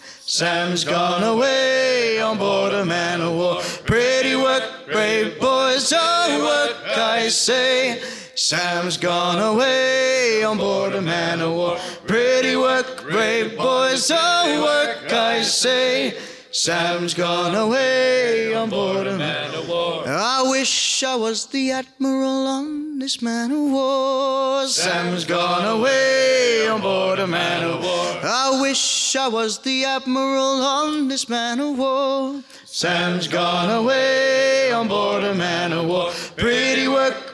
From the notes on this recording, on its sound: We took the stage in front of the wonderful Fundy Sea Shanty Festival audience. In our first ever LIVE episode, we took the stage in front of the wonderful Fundy Sea Shanty Festival audience.